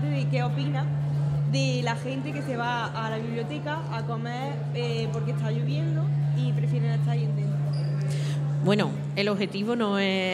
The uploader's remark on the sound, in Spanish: El alumnado de 4º ESO ha grabado un podcast en directo en la entrada de nuestro Centro con motivo del Día Mundial de la Radio.